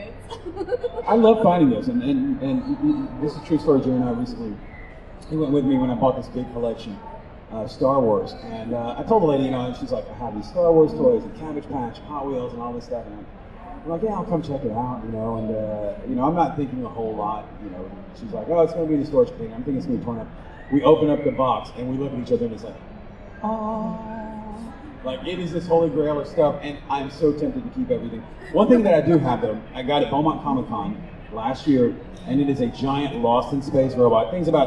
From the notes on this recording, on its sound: Live from Comicpalooza 2023. Engaging the audience to also take part in our conversation.